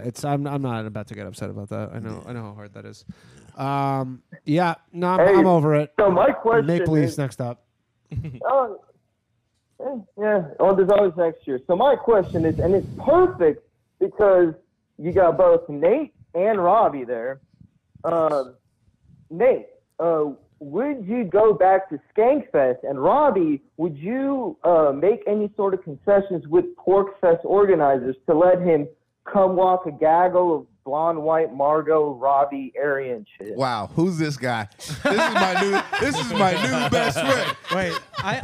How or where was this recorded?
phone line